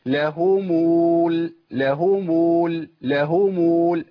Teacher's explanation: بتقع في خطأ إنه بيولد واو ويصلها